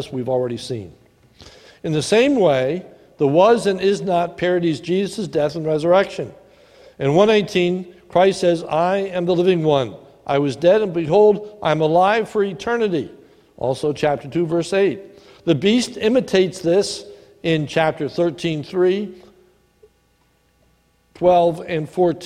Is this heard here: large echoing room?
yes